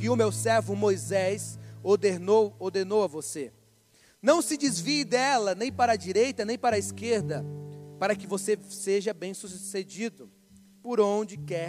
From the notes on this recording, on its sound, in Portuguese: Mensagem gravada no culto da QUINTA PROFÉTICA na igreja Batista da Lagoinha Rio Claro